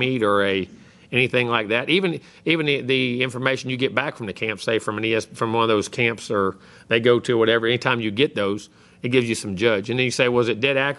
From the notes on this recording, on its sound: press conference from Kyle Field (air date 2/6/19).